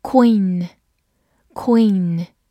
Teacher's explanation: q 发 k，u 发 w，e e 字母组合发长音 e，末尾有个鼻音嗯 · IPA: kwiːn